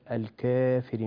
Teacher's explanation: ثانيا كلمة الكافرين أنت أملت ولم تقلل قل الكافرين ولا تقل الكافرين بالتقليل أو التوسط وليس بالإمالة